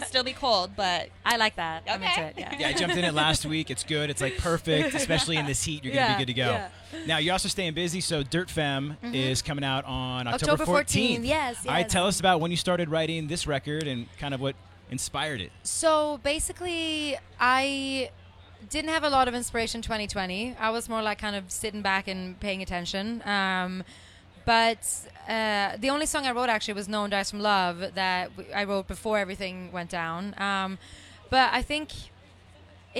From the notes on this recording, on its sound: The MIX is live backstage at Lollapalooza 2022!